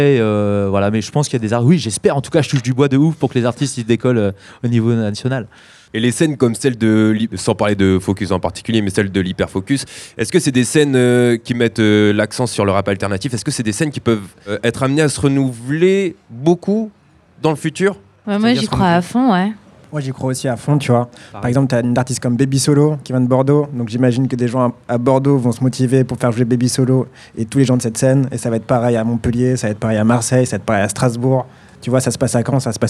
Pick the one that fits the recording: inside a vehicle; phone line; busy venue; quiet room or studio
busy venue